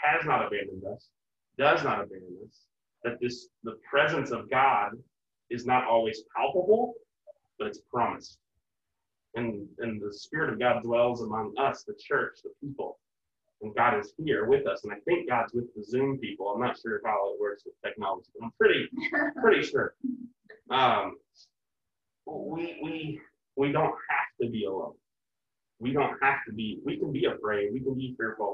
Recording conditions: poor sound quality